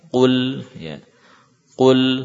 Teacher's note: Qaf dhammah, qu, ya. Lam sukun, maka lamnya tidak diberi unsur harokat dhammah, ya. Berarti bibir kita kembalikan.